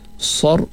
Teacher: tebal pada huruf ra mati sebelum dia berbaris di atas